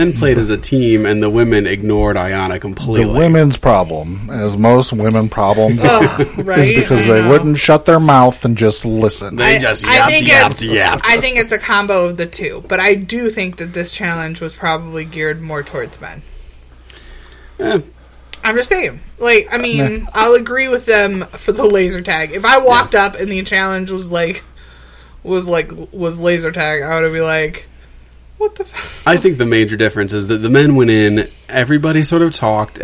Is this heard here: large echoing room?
no